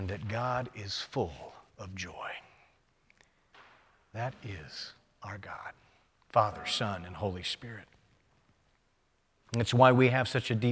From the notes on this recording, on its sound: Presented by Asbury Seminary Kentucky Chapel, recorded on Wednesday, June 14, 2023 at Asbury Theological Seminary's Kentucky campus.